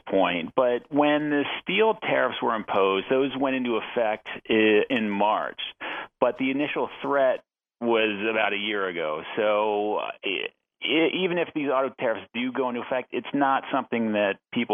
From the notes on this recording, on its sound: jumps on the phone